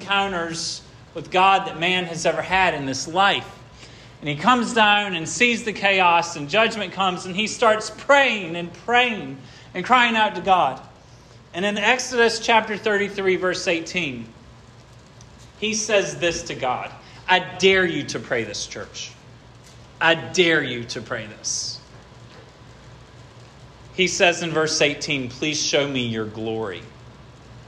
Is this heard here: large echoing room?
yes